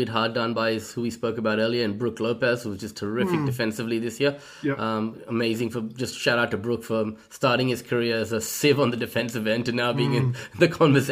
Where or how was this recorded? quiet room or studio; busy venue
quiet room or studio